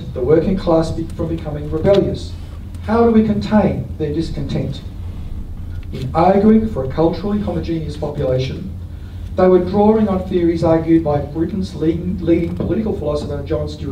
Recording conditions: live audience